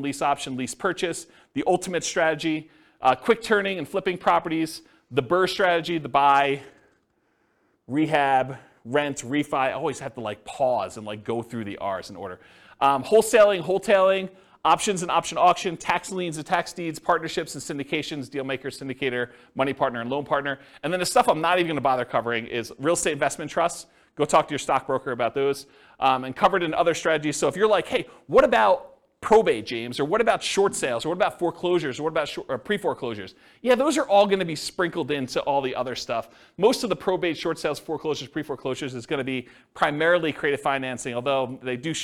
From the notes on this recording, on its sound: This was a live class recorded. The live in-person version.